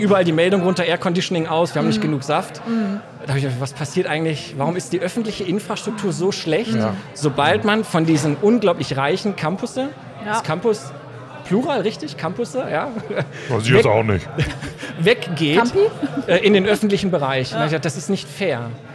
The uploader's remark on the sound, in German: LIVE vom DIT 2023.